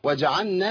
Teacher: ادغمنا اللام في النون